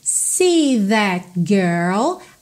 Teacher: Atenção como você não ouve o T final do that, que como outras consoantes oclusivas pintadinhas de vermelho aí, podem aparecer mais ou menos ou nada, ok?